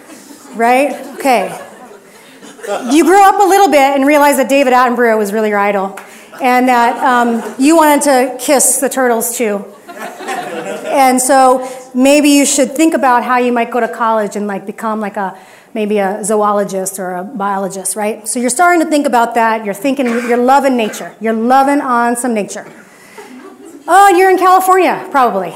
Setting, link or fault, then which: setting, live audience